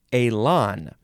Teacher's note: Accent on the first, on the E, goes whoop.